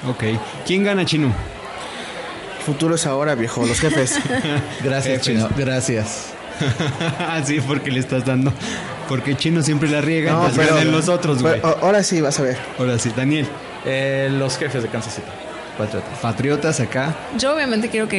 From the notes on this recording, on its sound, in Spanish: Tiene casa llena! Transmiten desde la ruidosa Nueva Orleans.